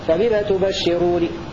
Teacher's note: وقرأ الباقون بفتح النون مخففة · وقرأ نافع بكسر النون مخففة